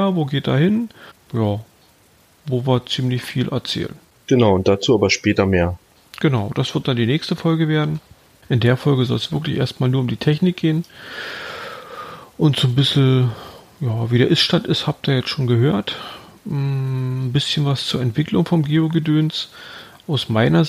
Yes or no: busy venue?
no